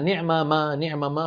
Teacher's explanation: هي أصلا نعمة، يعني إذا بدنا نأخذها صورة صورة، نعمة ما هذا الإظهار، ثم سكنوا الميم تبع نعمة ليدغموها في الميم تبع ما